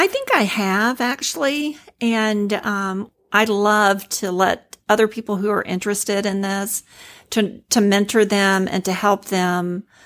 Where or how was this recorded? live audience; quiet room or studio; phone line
quiet room or studio